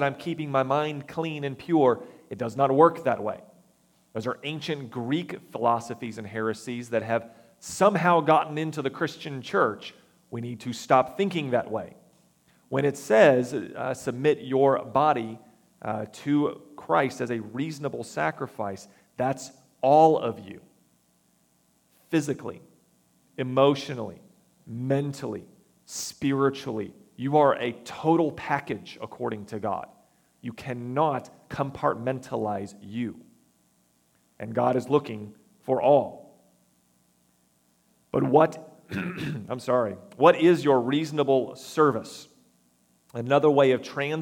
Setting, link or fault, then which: setting, large echoing room